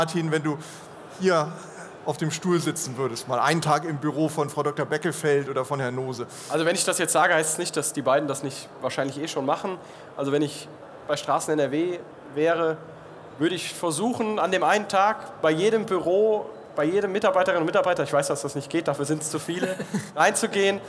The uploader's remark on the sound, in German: In dieser Sonderfolge haben Sie die Gelegenheit die Podiums-Live-Diskussion auf der Infratech2024 in der Messe-Essen zu hören. Podiumsdiskussion Live.